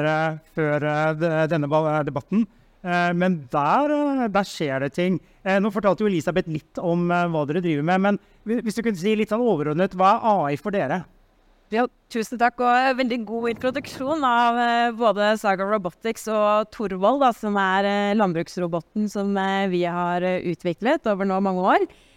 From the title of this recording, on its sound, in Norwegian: LIVE fra Arendalsuka 2023